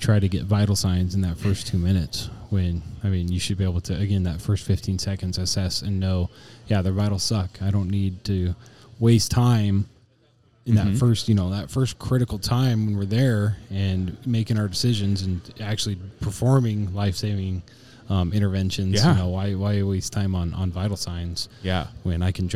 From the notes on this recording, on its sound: Live event. We take you on a dynamic journey with a live show in the bustling atmosphere of the "SIFA" Fire/EMS conference. We kick things off by diving into an engaging conversation with a phenomenal vendor at the conference.